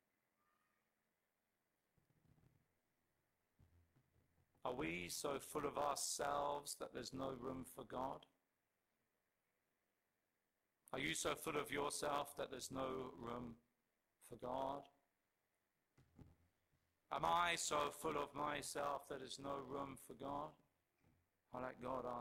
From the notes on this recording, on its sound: Our sincerest apologies for the audio quality in this message